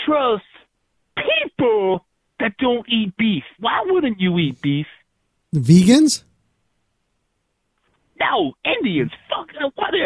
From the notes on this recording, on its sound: This was an unexpected call in from the infamous man himself. Our live broadcast of the Maximum Threshold Radio Show.